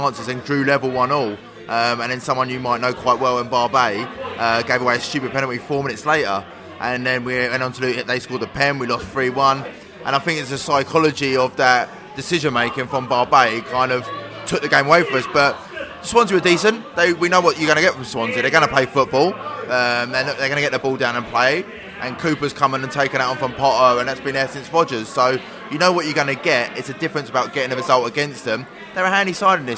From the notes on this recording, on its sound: QPR v Brentford pre-match podcast from the pub.